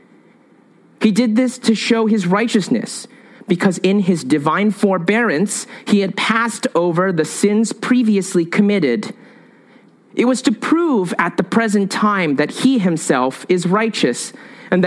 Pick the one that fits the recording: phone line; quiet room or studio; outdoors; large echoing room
large echoing room